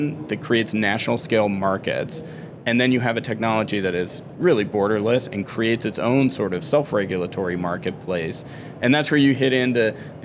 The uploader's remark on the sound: is at the Money 20/20 Conference in Las Vegas